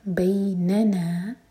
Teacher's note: یہاں پر بین پہلے والے نون پر زور دے کر پڑھا جائے گا کیونکہ سیکنڈ نون جو ہے یہ ضمیر ہے.